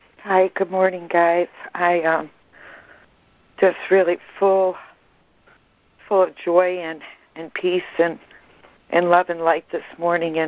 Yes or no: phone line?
yes